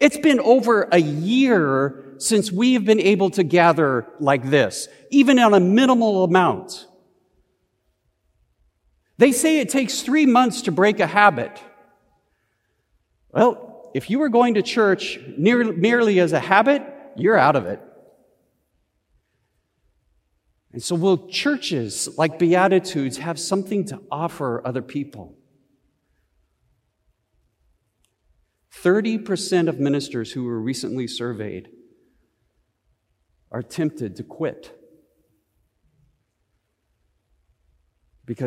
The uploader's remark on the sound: Easter Service of Worship. Recorded live at Beatitudes Church in Phoenix, AZ.